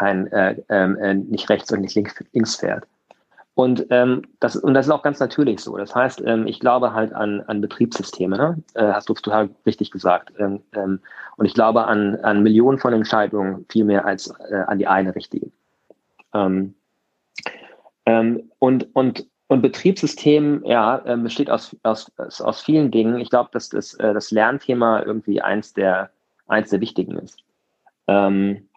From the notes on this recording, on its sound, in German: Im Gespräch auf Clubhouse.